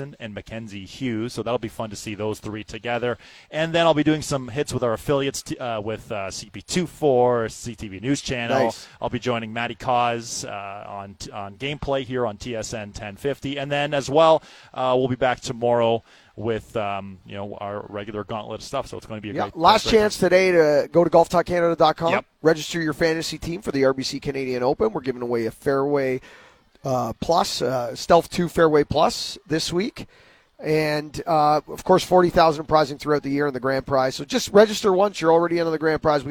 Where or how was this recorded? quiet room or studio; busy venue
busy venue